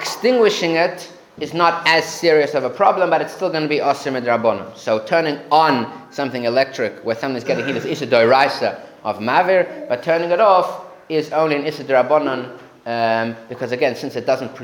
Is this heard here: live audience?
yes